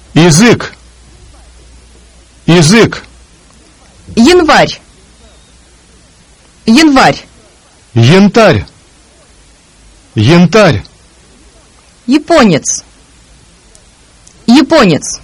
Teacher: When the letter Я is not stressed at the beginning of a word, it is a combination of the Y and I sounds.